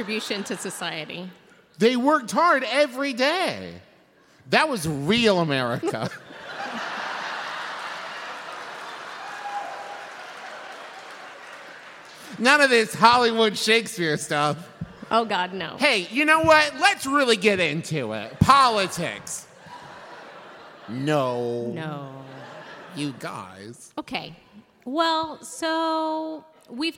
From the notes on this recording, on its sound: LIVE episode recorded at Candlenights 2017